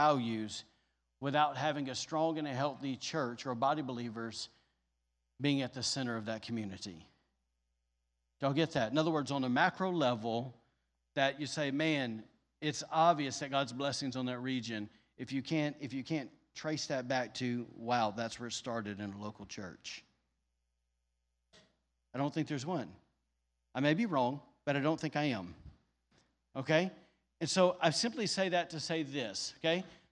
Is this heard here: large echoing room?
yes